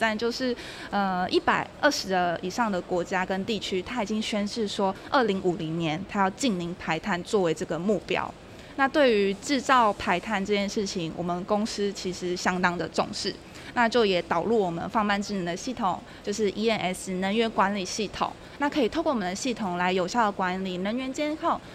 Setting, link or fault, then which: setting, busy venue